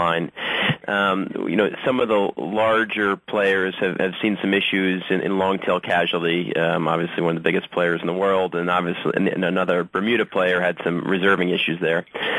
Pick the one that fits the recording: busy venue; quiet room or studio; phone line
phone line